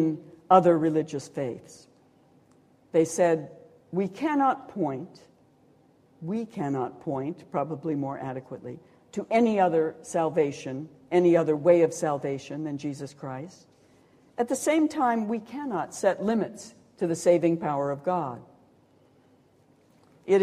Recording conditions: large echoing room